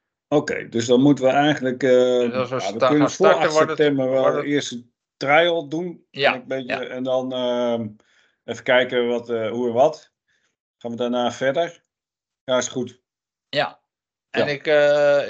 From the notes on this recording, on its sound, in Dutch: Geluidfragment via clipchamp losgekoppeld na downloaden vanuit opname in Teams.